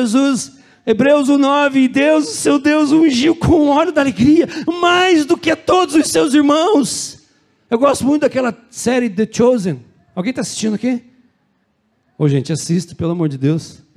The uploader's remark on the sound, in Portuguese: Culto de Celebração. Na Igreja ABA Curitiba (Transmitido ao vivo).